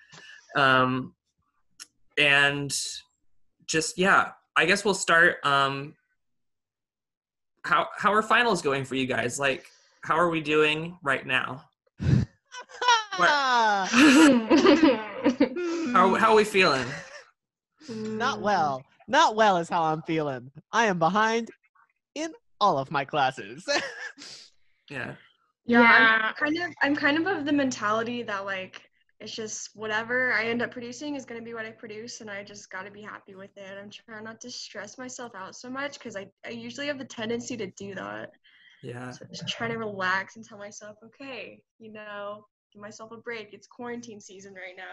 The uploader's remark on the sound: Recorded via Zoom.